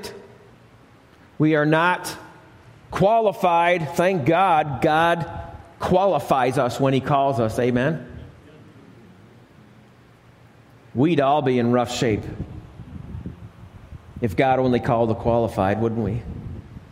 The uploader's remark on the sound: Alabama Full Gospel Fellowship. This message was recorded live at the Lighthouse.